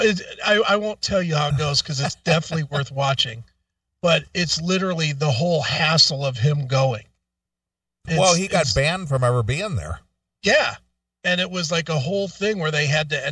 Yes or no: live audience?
no